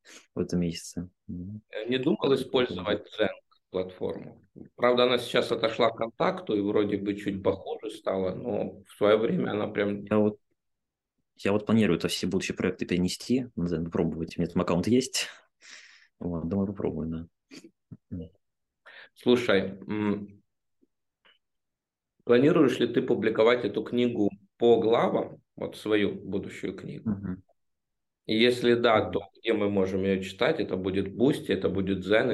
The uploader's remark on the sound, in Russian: в этом Zoom_подкасте